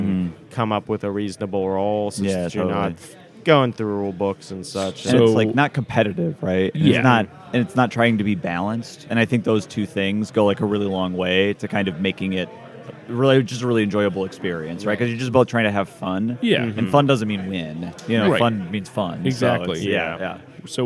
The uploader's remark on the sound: The second half of the episode puts you right in the action, coming live from NEMO 2024.